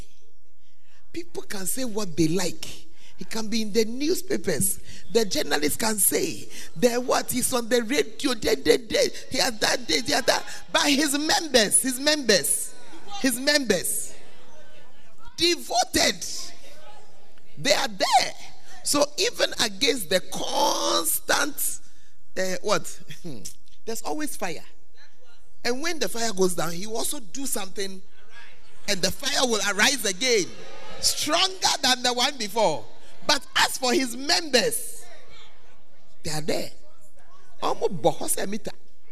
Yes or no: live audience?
yes